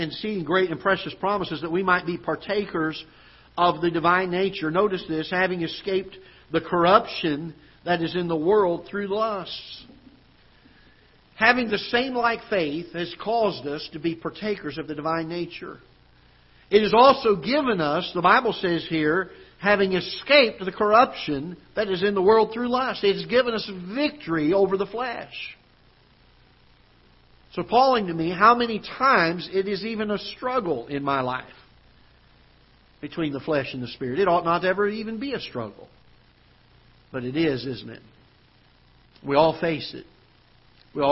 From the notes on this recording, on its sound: Ketha Heights Baptist Church ~ Live Broadcast.